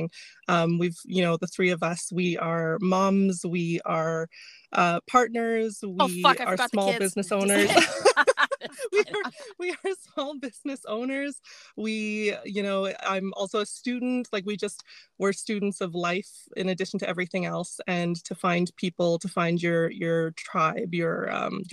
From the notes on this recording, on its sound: We broadcast from our car studios